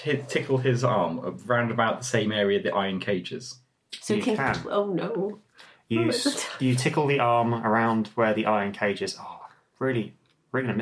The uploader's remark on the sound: This episode was recorded using a Zoom H2n. Lovely (if slightly echoey, sorry!) dining room.